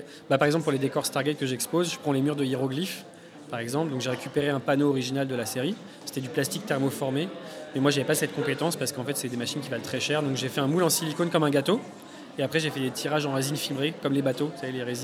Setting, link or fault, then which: setting, busy venue